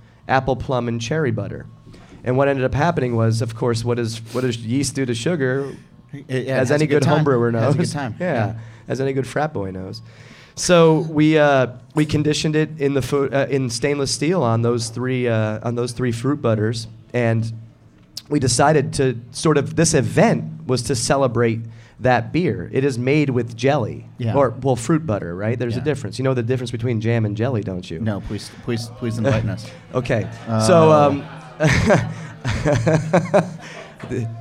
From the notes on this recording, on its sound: Bonn Place Brewing in Pennsylvania. It’s a special episode, recorded at the brewery in front of an enthusiastic crowd.